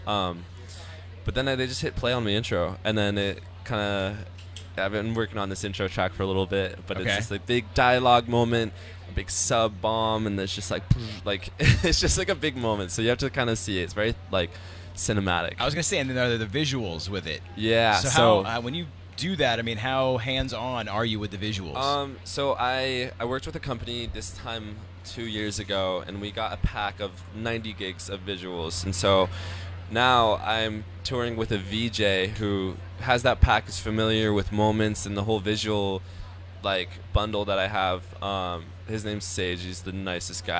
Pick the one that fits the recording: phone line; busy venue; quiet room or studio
busy venue